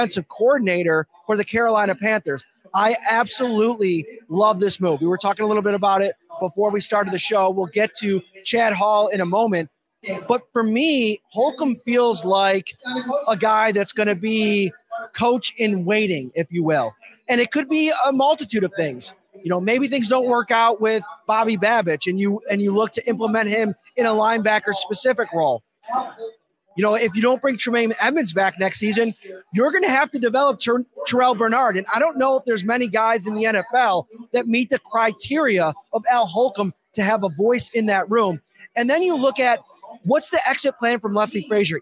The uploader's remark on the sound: LIVE FROM WINGNUTZ. Are live back out at Wingnutz at 700 Military Rd. For another live show one night before the big game.